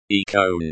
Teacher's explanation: The stress is on the first syllable, икон.